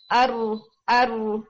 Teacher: चूंकि रॉ की क्वालिटी है कि इसके अंदर रिपीटेशन होती है, यानी आपको ना थोड़ी जब जबान आपकी टच करती है ऊपर रूफ के साथ तो वो मखरज छोड़ती नहीं है, लेकिन मखरज में हल्का सा गैप देकर वाइब्रेट करती है, वहां पे एक या दो दफा ना उसकी साउंड की रिपीटेशन होती है अपने एक्सेस के गिरधी, इसको हम कहते हैं तकरार, यानी अर अर।